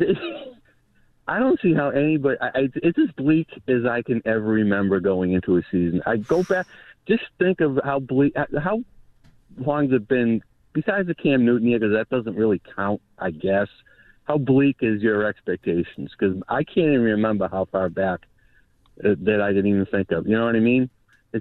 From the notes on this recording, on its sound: Listeners call in.